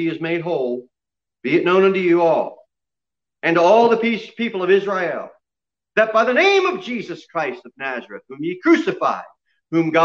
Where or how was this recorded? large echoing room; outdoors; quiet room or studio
large echoing room